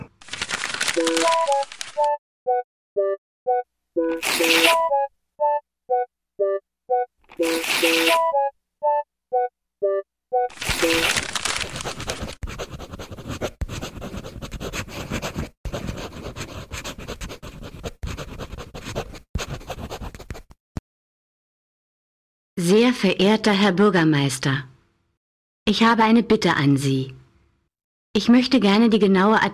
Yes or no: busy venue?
no